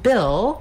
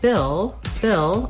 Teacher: we have the vowel I, which is a lax high front vowel.